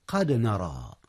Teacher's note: القلقلة في الدال حينما تكون الدال ساكنة